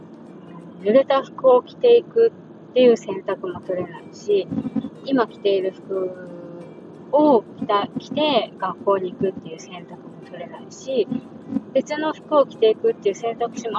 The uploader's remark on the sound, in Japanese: 相変わらずノイズ入ってます。Stand.fm。